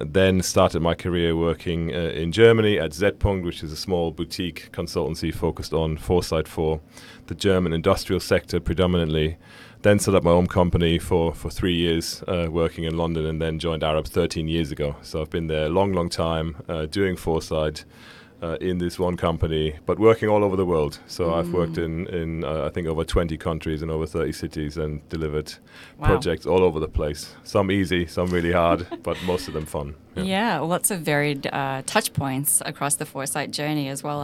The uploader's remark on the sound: LIVE from Dubai. Looking Outside comes to you LIVE from the Dubai Future Forum, the largest gathering of futurists in the world.